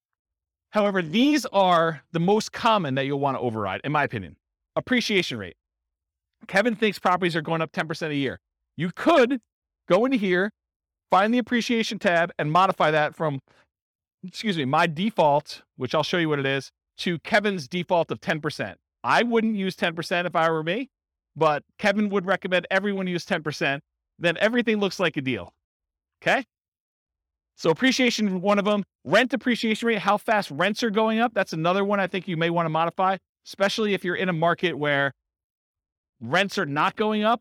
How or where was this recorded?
live audience